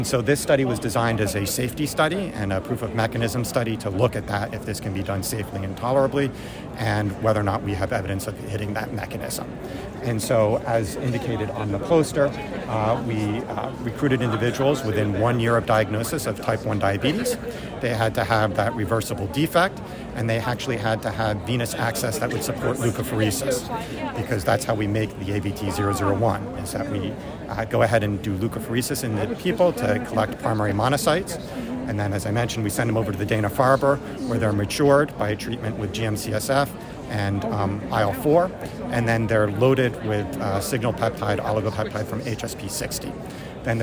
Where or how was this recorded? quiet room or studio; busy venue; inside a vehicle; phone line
busy venue